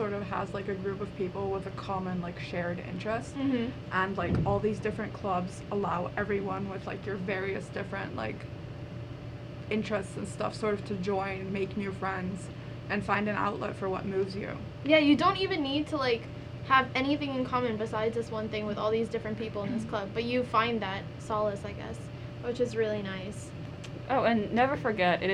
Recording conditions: background noise